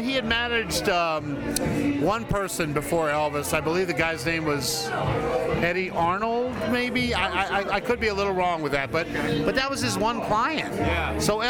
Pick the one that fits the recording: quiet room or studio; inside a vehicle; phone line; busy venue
busy venue